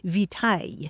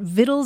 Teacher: along the way it lost that hard C sound, so it sounded more like vitaille. And that word for nourishment without the hard C found its way into English.